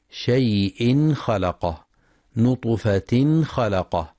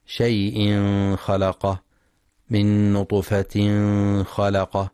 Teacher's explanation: ينتبه القارئ للإظهار الحلقي عند حرف الخاء · Shown in: first take · : شيء خلقه، نطفة خلقه، فلا يقرأ شيء خلقه، من نطفة خلقه بالإخفاء.